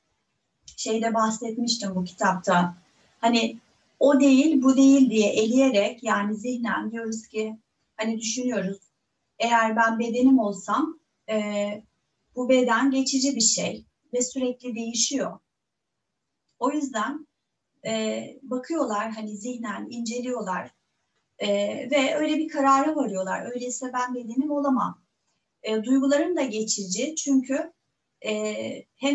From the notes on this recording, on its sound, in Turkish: Bu kayıt online zoom atölyelerimden bir kesit içeriyor.